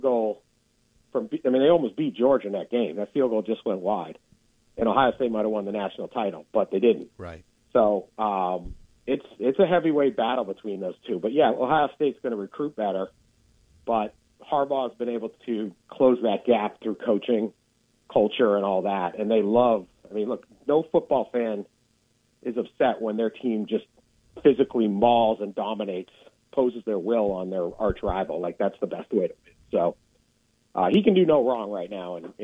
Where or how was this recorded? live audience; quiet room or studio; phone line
phone line